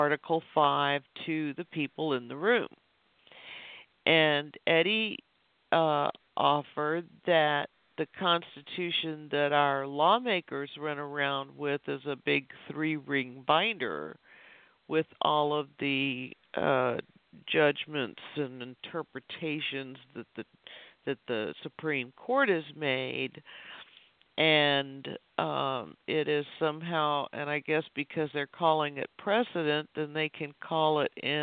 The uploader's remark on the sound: An Open Phone Line Discussion